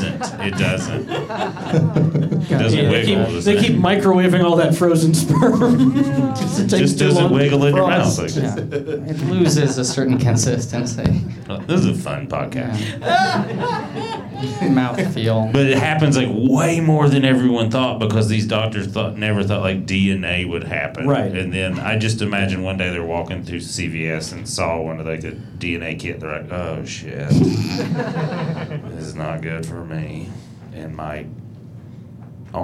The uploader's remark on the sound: Live from Flappers in Burbank